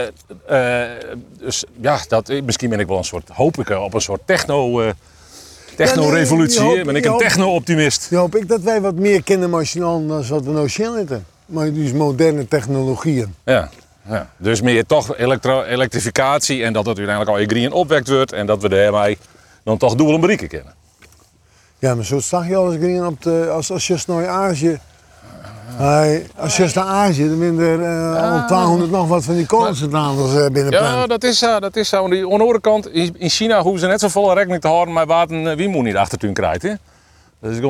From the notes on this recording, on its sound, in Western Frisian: Op de pier yn Harns. Troch it plak fan de âlde misthoarn fan Harns en troch it radioljochtskip Jenni Baynton yn de Willemshaven.